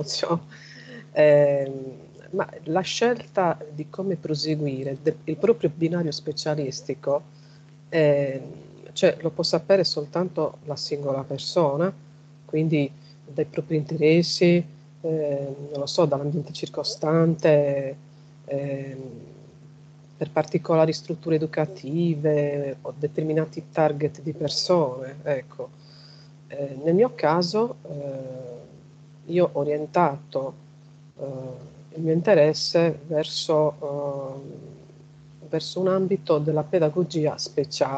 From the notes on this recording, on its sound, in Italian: Registrazione fatta su Skype